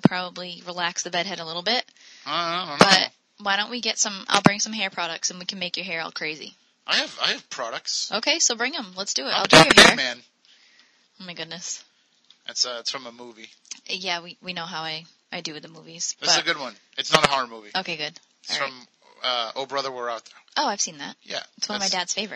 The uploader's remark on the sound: "Spooky Southcoast" prerecorded. AUDIO ISSUES.